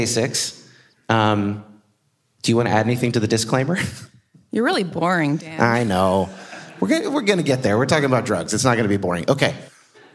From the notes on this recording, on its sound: in Seattle Live to kick off the YHP mini-con